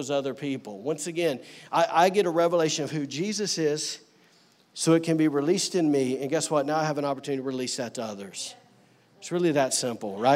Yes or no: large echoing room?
yes